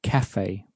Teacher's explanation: So we say café, we don't say cafe. So that E on the end has a sort of an A sound in café. · Term: café e